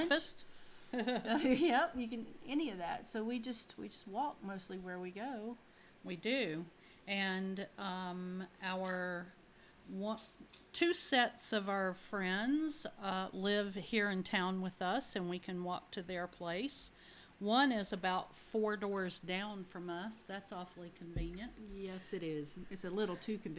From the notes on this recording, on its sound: The sound on the podcast may be a little low. This is our very first podcast so we have a few kinks to work out.